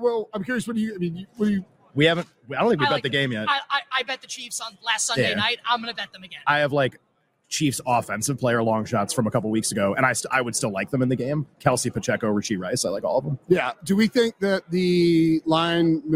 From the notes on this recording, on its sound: LIVE from Radio Row